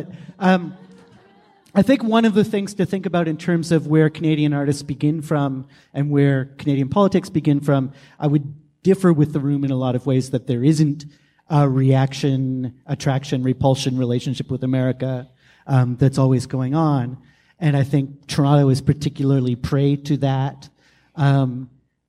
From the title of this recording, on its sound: Live From Toronto Edition